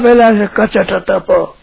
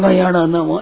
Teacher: पहला तीजा पांचवा ये अल्प प्राण है, इसमें प्राण कम खर्च होते हैं